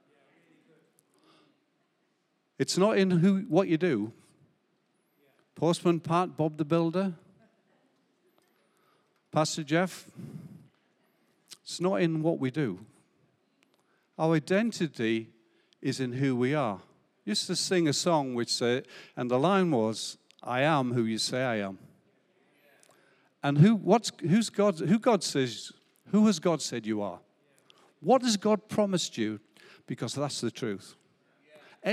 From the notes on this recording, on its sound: Recorded live at Life Church Lancashire, 30rd October 2022.